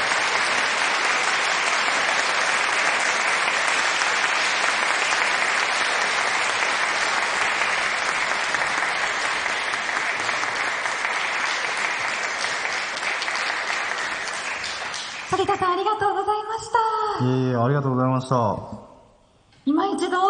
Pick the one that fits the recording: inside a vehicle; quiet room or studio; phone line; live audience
live audience